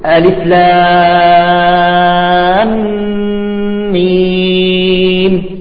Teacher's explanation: إذا اللام الأولى، الميم الأولى مندغمة بالثانية أصبح عندي ميم واحدة مشددة · Term: مد لازم حرفي